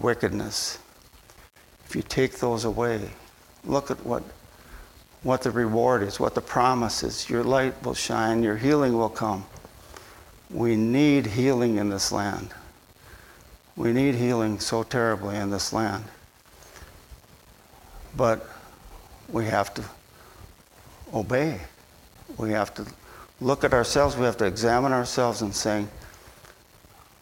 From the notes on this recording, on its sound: at Bible Center Church in Maiden Rock, Wisconsin.